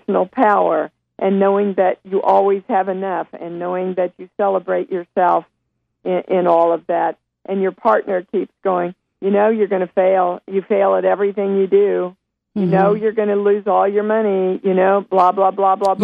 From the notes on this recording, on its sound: opening up the phone lines for you our listeners to call